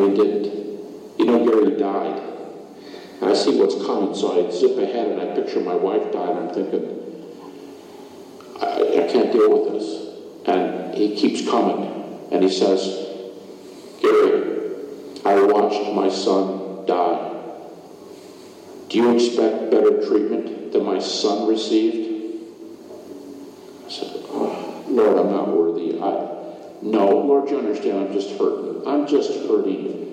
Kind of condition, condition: setting, live audience